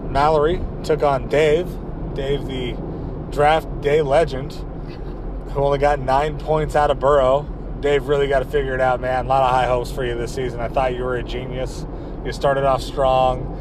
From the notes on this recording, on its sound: This one is a doozie, don't know if you can even understand it. Possibly recorded this on my phone while driving to Portland.